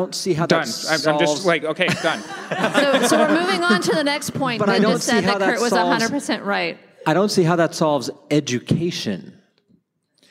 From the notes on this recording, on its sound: Live Podcast. Live at Therapy Reimagined 2019.